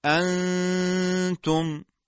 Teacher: مخرج حرف نون حذف میشه، زبان به مخرج خودش نمیچسبه و غنه این نون ساکنه ما باقی میمونه، صداش از بینی خارج میشه و بلا فاصله چون ما میخوام حرف بعدی رو بگیم، صدا میاد پشت مخرج حرف بعدی و بوی حرف بعدی در غنه ما استشمام میشه. · Term: اخفا